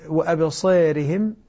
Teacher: ذات الراء تقلل قولا واحدا عند ورش · Term: التقليل